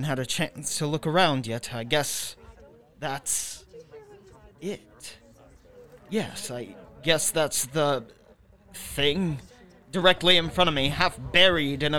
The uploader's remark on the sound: Recorded live on November 15th 2020 at the Weston Wine Company starring actors of Weston Community Theatre!